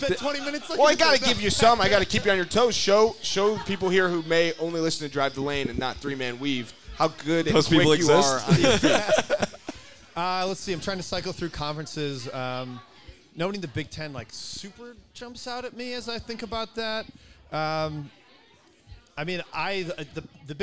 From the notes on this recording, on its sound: recorded a LIVE episode of Drive The Lane at the Butcher's Tap in Wrigleyville